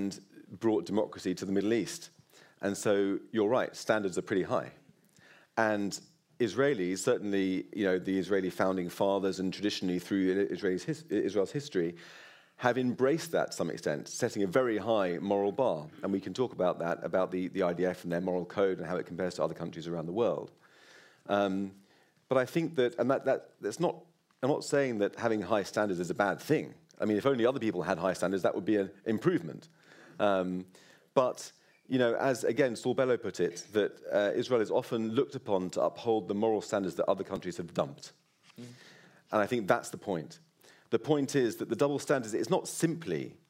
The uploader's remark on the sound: This episode was recorded in front of a live audience at the JW3 community centre in North London. Took questions from the audience.